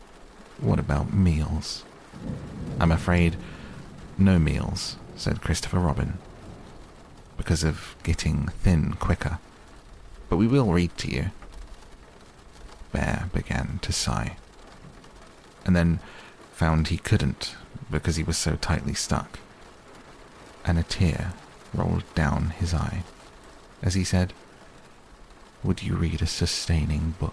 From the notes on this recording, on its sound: A complete reading of Winnie The Pooh with relaxing rain sounds in the background to help you sleep.